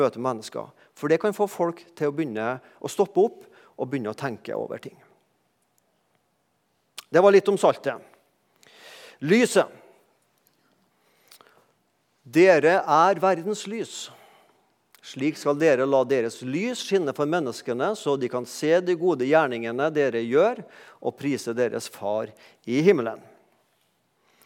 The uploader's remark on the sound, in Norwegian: talte på gudstjenestei Misjonshuset